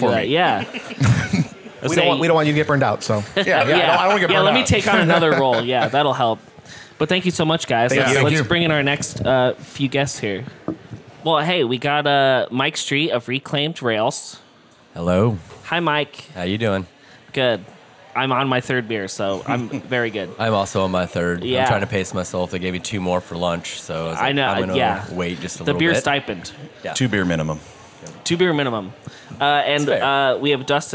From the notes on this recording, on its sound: while at i-Best, a conference organized by the Iowa Brewers Guild and hosted this year by Toppling Goliath